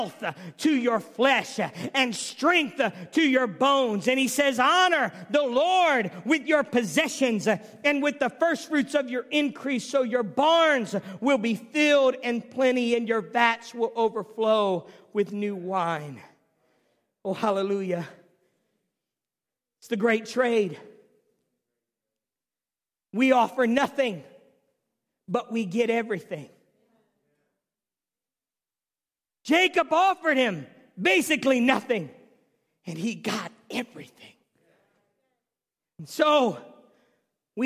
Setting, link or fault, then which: setting, large echoing room